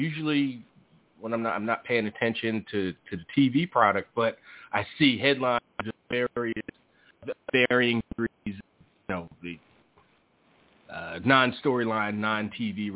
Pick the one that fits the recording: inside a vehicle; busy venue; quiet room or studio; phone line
phone line